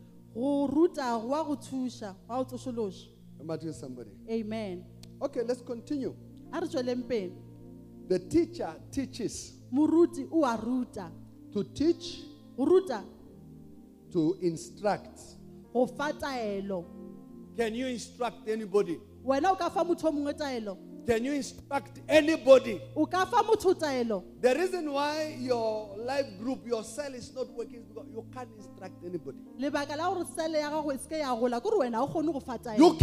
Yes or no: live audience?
yes